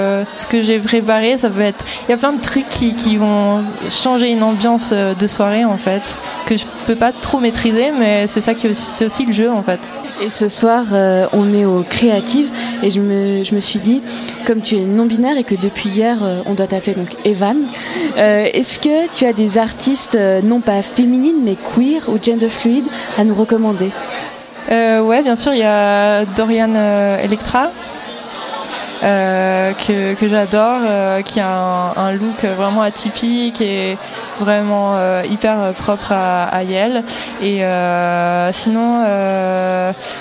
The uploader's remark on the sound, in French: Pour parler musique, live, illustration et bienveillance au festival Les Créatives.